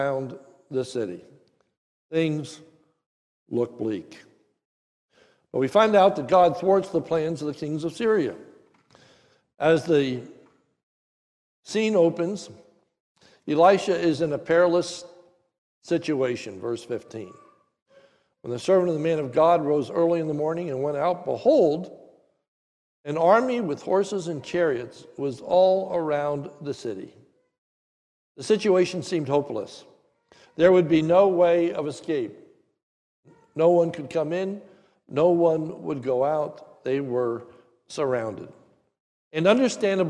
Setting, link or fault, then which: setting, large echoing room